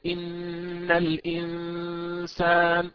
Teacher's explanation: الإنسان هذه النون حكمها الإخفاء، لا نقول إظهار خالص وإظهار ناقص، هي إخفاء وليست إظهار. · Term: إخفاء حقيقي